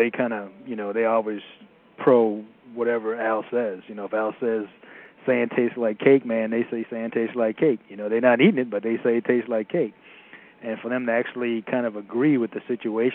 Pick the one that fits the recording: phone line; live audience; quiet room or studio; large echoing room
phone line